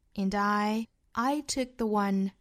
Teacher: 后面 and 和 I 连读，and 再弱读哈